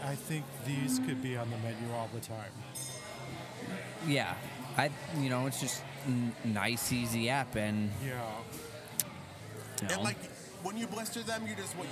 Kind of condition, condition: setting, busy venue